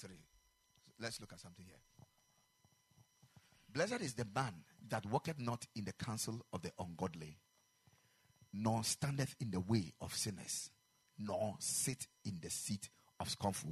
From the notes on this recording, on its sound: Preached at the Ekklesia Chapel